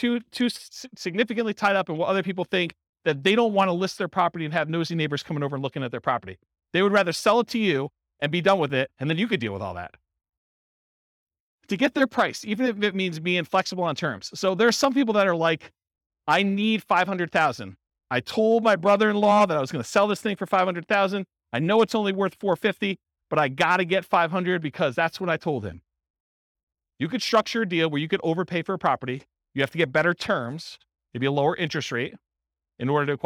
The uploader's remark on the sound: This was a live class recorded